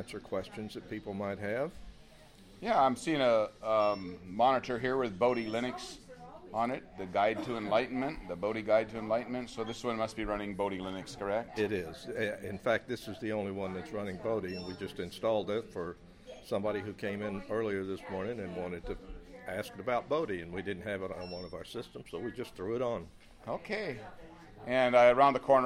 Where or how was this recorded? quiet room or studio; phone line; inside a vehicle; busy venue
busy venue